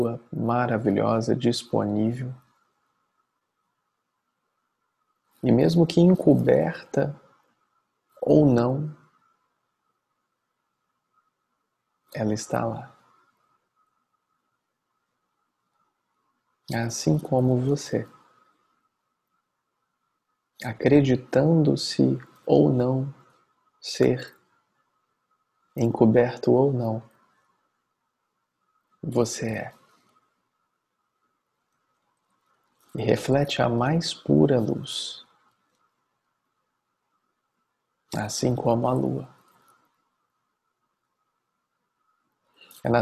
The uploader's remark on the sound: Online via Zoom